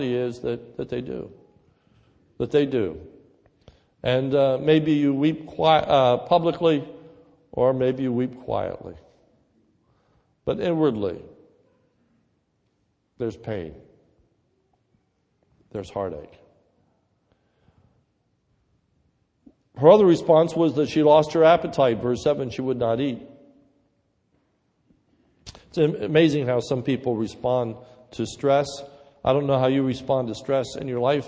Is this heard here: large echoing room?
yes